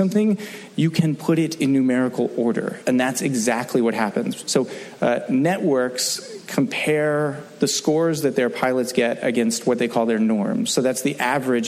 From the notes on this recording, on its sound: Focus Testing panel from ATX. Recorded at ATX Television Fest in June 2015.